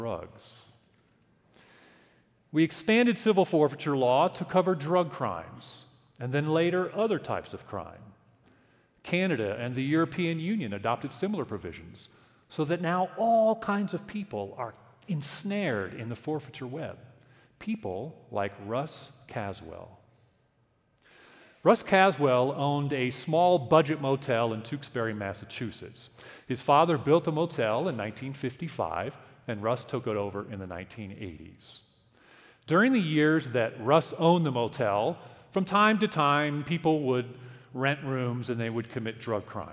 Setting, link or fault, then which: setting, live audience